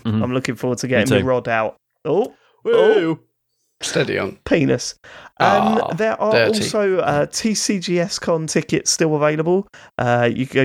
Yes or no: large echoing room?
no